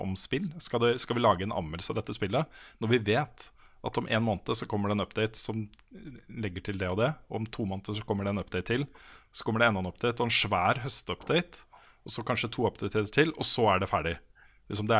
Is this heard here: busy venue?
no